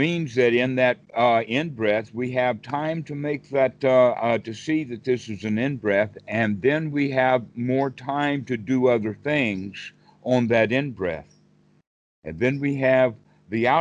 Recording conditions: video call